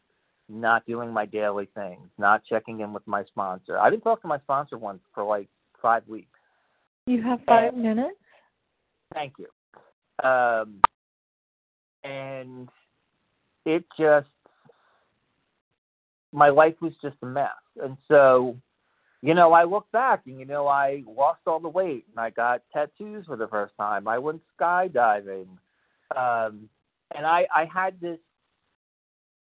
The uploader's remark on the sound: 100 Pounders Phone Meeting